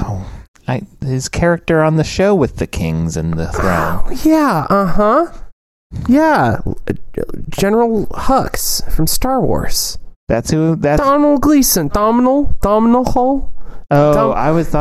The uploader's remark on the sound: sorry for the bad sounds and echo and clipping!